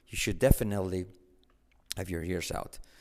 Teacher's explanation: Cuidado la SH, you should. U como o, should. La L no se pronuncia.